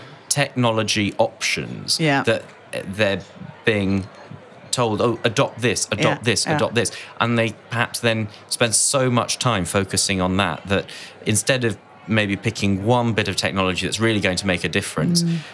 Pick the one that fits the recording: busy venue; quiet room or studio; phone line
busy venue